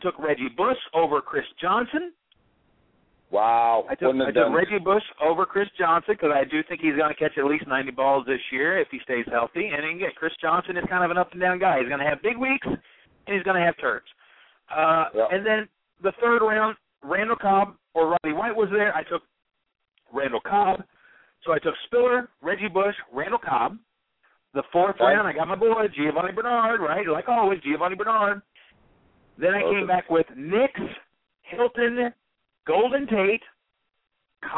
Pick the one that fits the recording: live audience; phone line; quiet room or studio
phone line